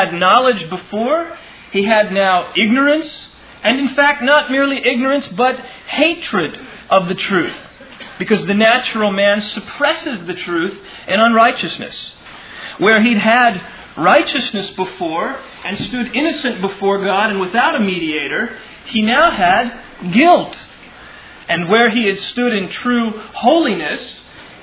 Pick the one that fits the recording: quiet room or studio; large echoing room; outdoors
large echoing room